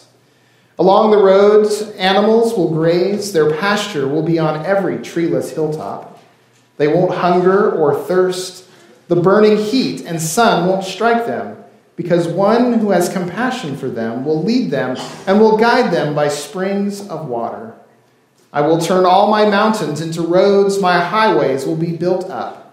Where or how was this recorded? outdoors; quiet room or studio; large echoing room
large echoing room